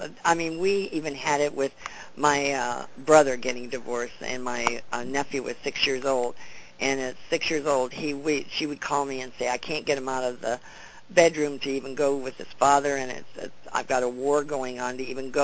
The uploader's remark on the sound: CONFERENCE CALL